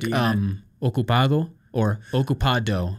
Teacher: the tongue goes more to the teeth, not to the alveolar ridge. · Term: Spanish D